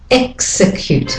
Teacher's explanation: So the second E is the de-stressed vowel.